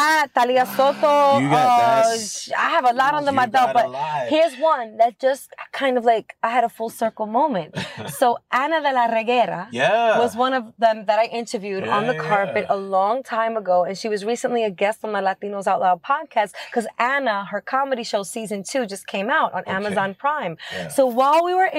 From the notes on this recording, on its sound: Hit the road to record across New York City in the all new 2022 Buick Enclave Avenir. The vehicle’s first-class seating for up to seven made for a comfortable mini road trip as we scooped up and packed in our culture-shifting guests. Connecting her playlists to the vehicle’s awesome sound system with Apple Air Play.